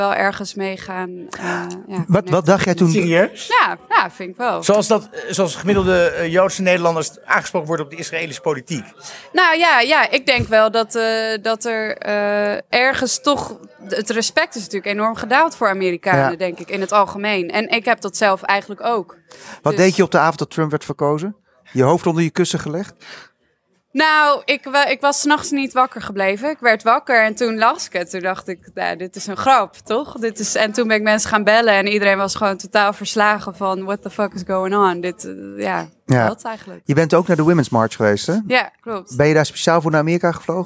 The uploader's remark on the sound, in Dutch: Deze podcast werd op 9 februari opgenomen in Pakhuis de Zwijger in Amsterdam tijdens het Resist902-festival.